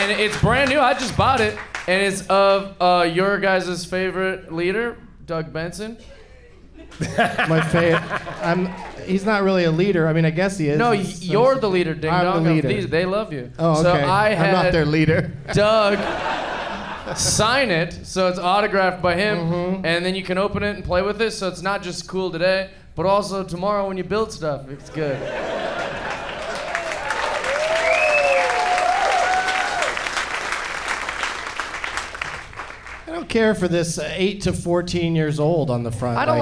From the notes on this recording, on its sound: Live from the Funny Bone in Columbus, OH